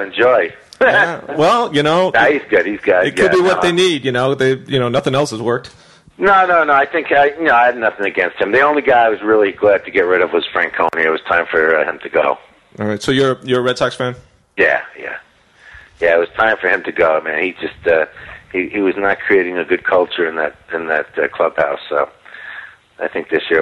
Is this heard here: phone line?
yes